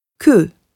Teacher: Bei einsilbigen Wörtern auf E wie je, ich, le, der und so weiter, wird das E immer wie ein deutsches Ö gesprochen. · Term: E-Laut